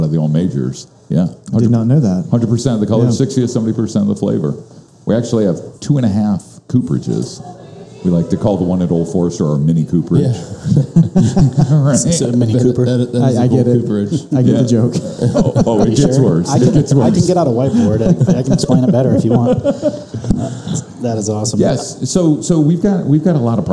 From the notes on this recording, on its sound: sit down live at Cafe Round II in Grandview